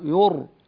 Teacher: الراء مفخمة ساكنة بعد مفتوح فالراء مفخمة